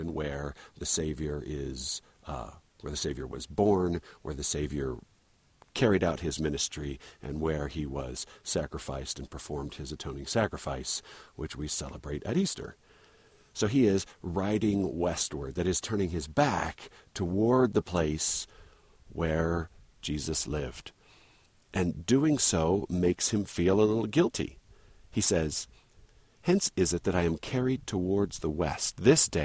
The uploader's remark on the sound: Recorded while hiking up Dry Canyon, above Lindon, Utah.